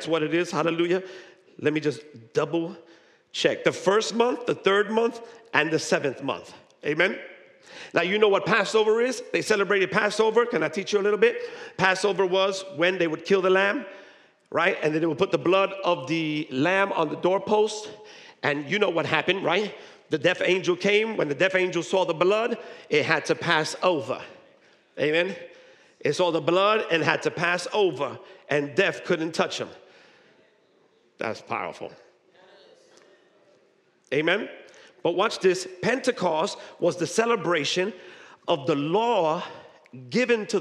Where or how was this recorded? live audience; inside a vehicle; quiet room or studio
live audience